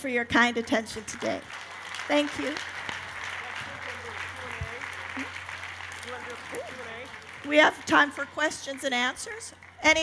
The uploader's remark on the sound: On the Family Storytelling Stage at the 2012 Library of Congress National Book Festival. 2012 National Book Festival.